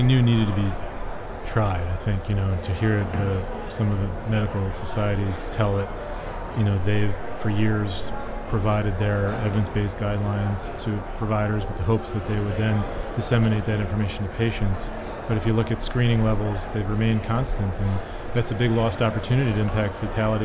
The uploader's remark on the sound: recorded at HLTH in Las Vegas